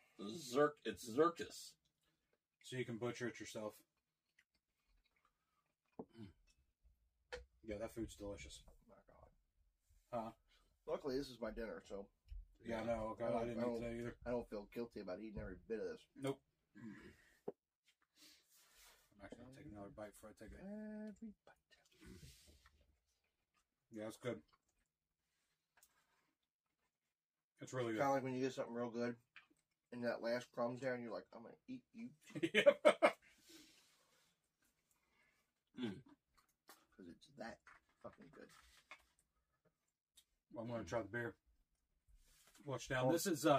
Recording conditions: poor sound quality